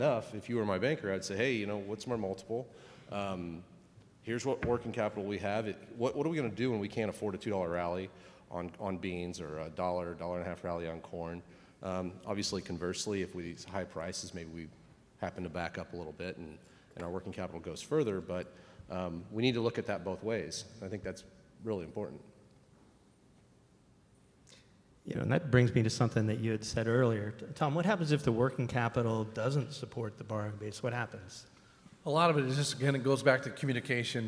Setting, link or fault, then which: setting, live audience